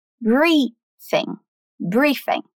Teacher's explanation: A pronúncia em inglês foca mais no começo da palavra